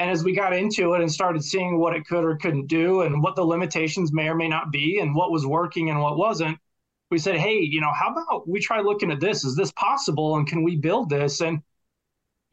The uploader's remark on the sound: I interview guests from across the nation over Zoom.